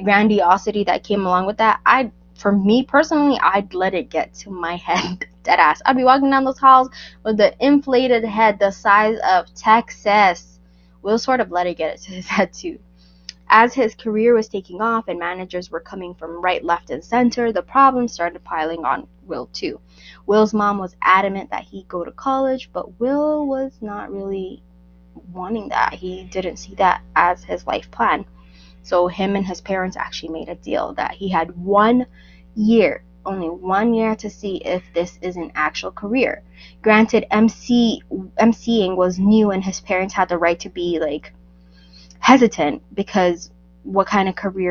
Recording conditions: poor microphone